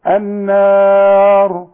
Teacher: إذا وقفنا هفخم الراء وعند الوصل برضو